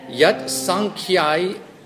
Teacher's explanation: that dot under the end kind of turns a hard N into a ng